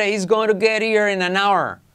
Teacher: Salto la H, hago la T como R.